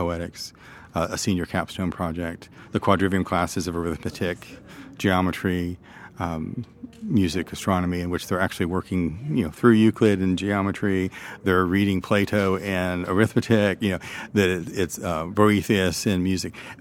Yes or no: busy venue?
yes